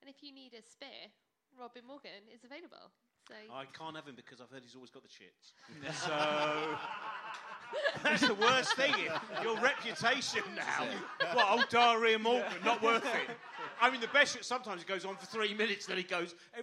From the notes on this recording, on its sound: Live at Camden Fringe. We record live from the iconic Water Rats as part of the Camden Fringe.